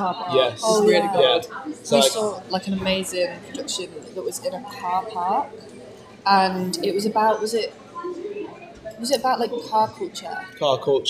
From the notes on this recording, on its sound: at the NSDF festival!